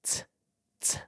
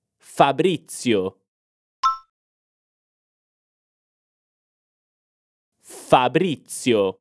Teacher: Presta attenzione alla Z. È un suono come una T e una S insieme.